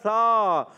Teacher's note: زبان کے سرے کو اوپر کے دانتوں کے کناروں سے جب ٹچ کریں گے لگائیں گے تو ادا ہوگا